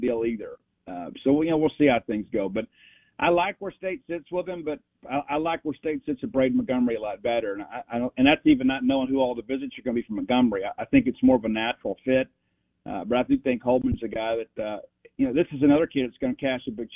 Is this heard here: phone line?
yes